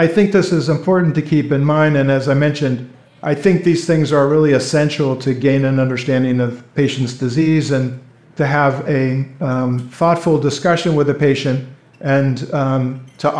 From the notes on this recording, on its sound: A symposium that was recorded at the Society of Hematologic Oncology’s 11th Annual Meeting. A panel of leading CLL experts use conversational, case-based dialogue.